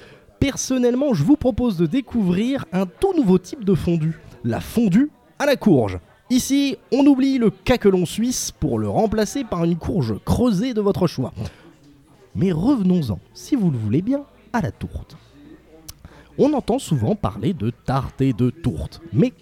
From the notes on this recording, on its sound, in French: Enregistré en public aux trois piliers.